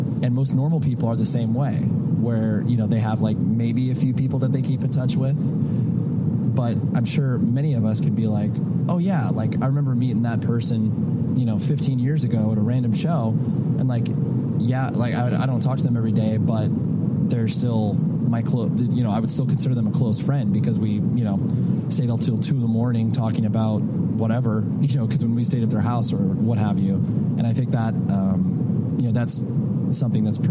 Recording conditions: inside a vehicle